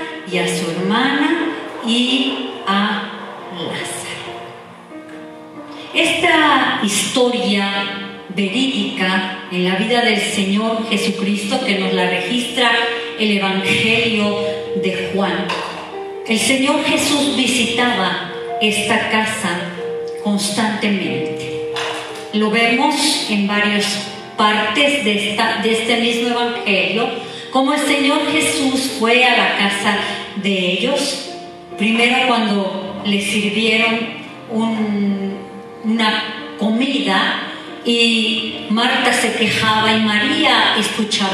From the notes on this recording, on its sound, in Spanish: Grabado en vivo en Centro Cristiano Agua Viva en la Ciudad de Oaxaca, México.